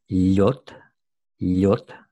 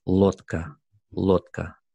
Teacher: A good contrast might be the word for ice, which is lyot, lyot. So there's the palatalized L. · Shown in: first take · Mm-hmm. And then the word for boat has the unpalatalized. · this opposition of palatalized and unpalatalized, that for the most part, either one can occur in any position in a word.